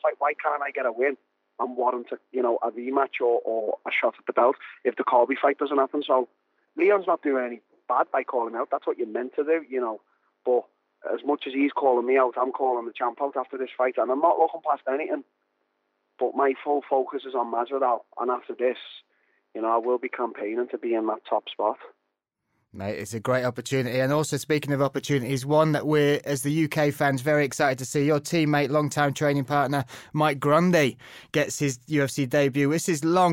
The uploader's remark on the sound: took time out to call